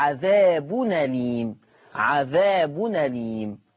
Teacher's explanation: هشيل الهمزة وهاخد الفتحة أحطها على النون فتبقى عذاب أليم عذاب أليم.